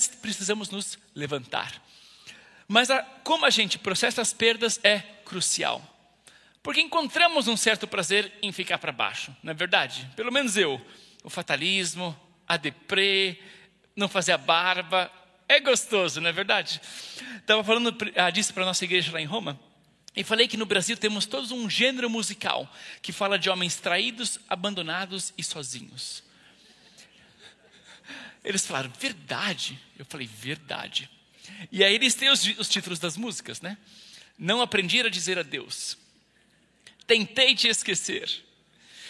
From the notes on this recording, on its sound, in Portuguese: IBMorumbi Culto Ao Vivo.